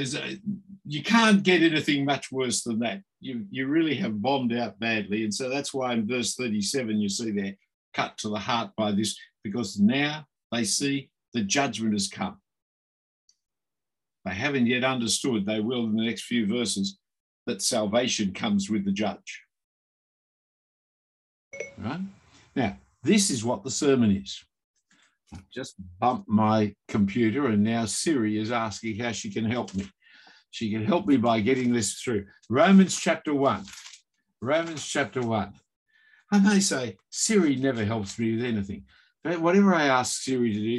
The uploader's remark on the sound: this term was online via Zoom